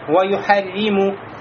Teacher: здесь ро с кясры, поэтому она будет мураккака, тонким звуком. Ва юхарриму.